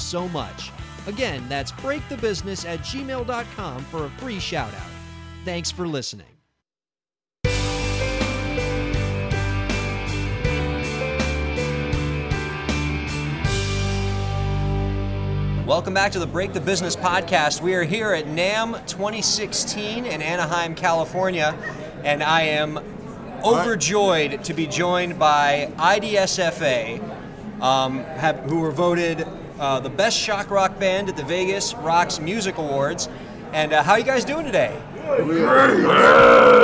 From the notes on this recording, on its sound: BTB from NAMM 2016. The Break the Business Podcast is on location at NAMM 2016 in Anaheim, California. NAMM 2016 is a world famous convention that features music equipment and merchandise from manufacturers all over the world.